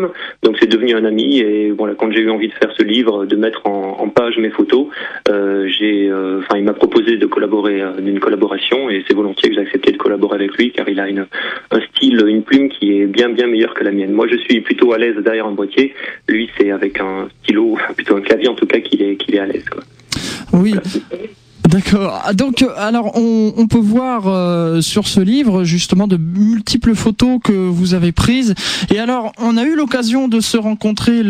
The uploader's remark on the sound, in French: Photographe (par téléphone)